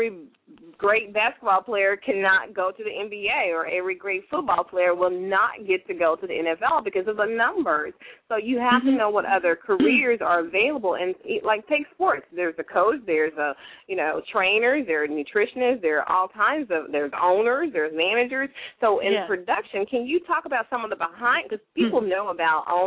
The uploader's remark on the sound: LML uses a progressive live call in format to engage our listening audience.